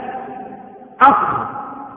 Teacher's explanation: وتخرج من أدنى الحلق من جهة اللسان · Term: الخاء